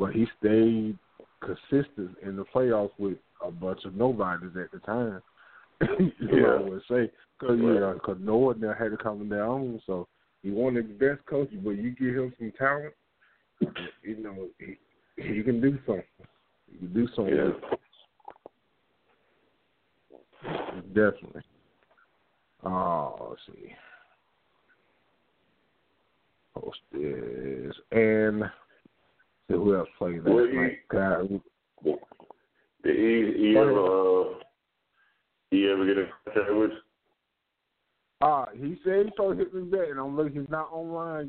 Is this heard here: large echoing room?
no